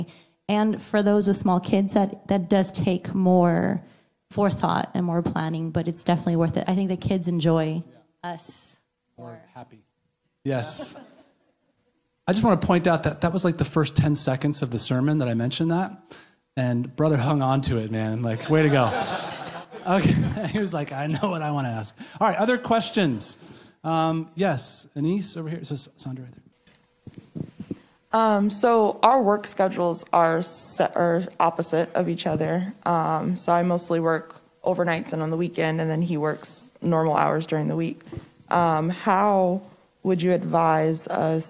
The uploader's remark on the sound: A panel Q & A live with our church community